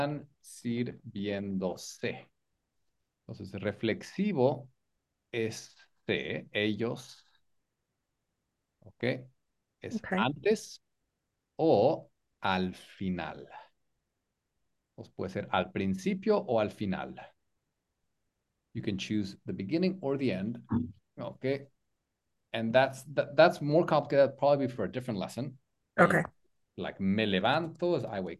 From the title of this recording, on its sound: Group Class on Zoom